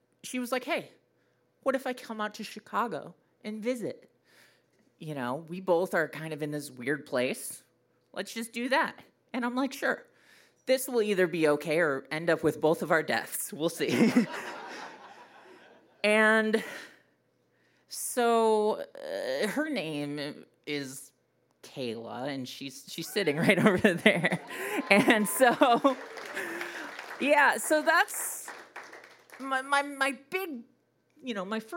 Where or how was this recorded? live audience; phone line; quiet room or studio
live audience